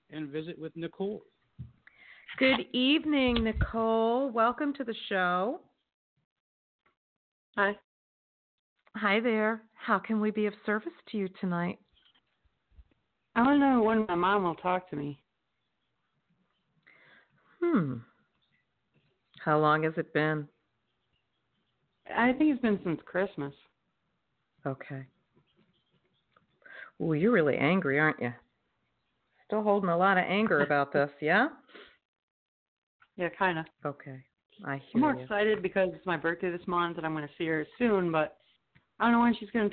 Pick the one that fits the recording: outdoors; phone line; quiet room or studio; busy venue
phone line